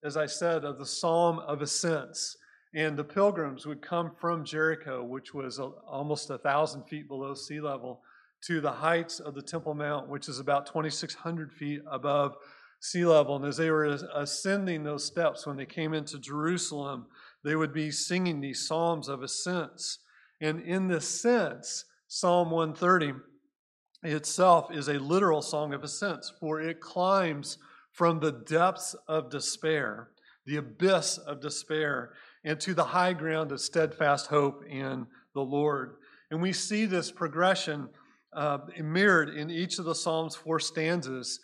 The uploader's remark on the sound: Recorded at Cornerstone Church in Mesa, AZ